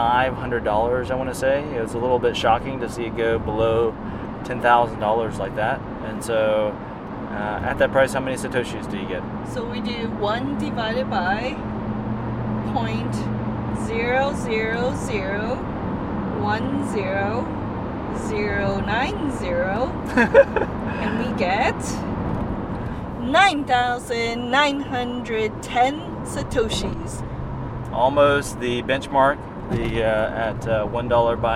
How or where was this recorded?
inside a vehicle